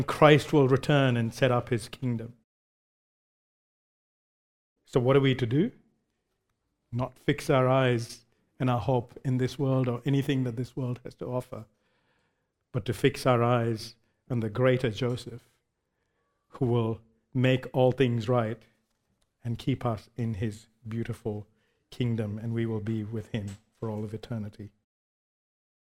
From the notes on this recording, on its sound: Recorded live at Grace Community Bible Church.